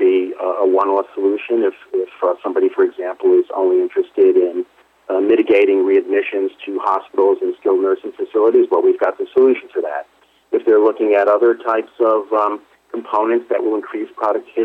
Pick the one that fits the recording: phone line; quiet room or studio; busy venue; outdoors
phone line